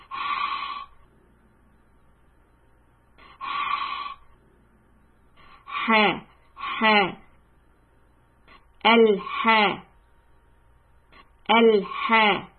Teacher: This ha is very husky, and from your throat, open it up.